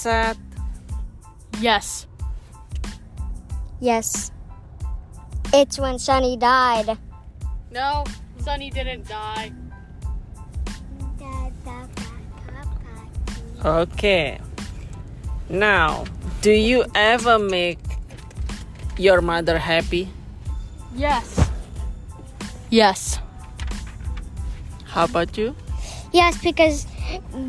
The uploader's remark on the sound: We talked and did the recording in the car.